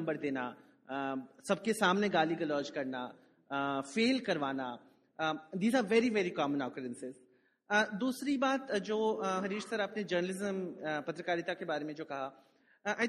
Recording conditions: live audience